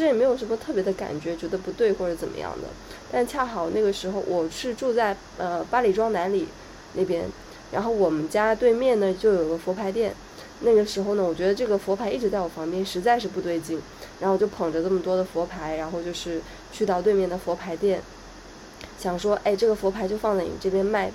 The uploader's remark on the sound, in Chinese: 但因为Clubhouse的平台功能限制。还有本次录音，由于是线上录音，且是随心而起，所以音质非常差劲，还不实有敲键盘的声音，。